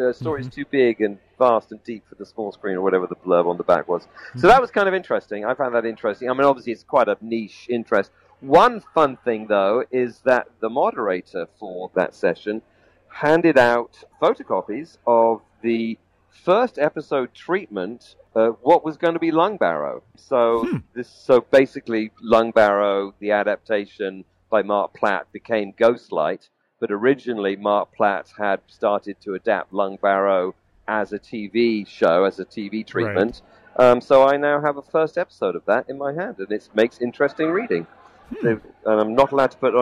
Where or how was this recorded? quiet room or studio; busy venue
busy venue